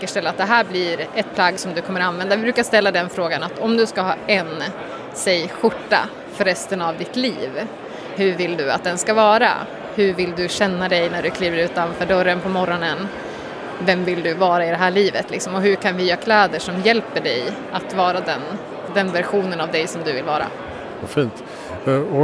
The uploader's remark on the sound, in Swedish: Inspelat under Nordic Sustainability Expo på Stockholmsmässan i Älvsjö.